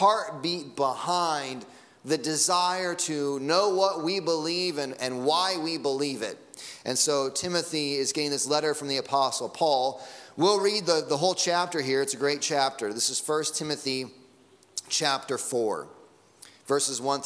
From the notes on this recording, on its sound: Sunday Morning Sermon Audio